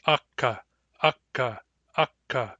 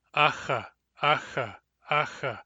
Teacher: K and X are nearly the same sound. The only difference between them is that K is a plosive and X is a spirant, but their place is the same. That is, they're made in the same part of the vocal tract.